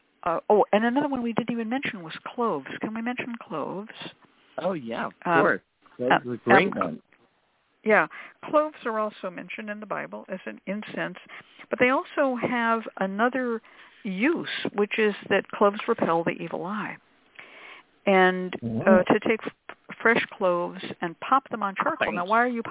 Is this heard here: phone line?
yes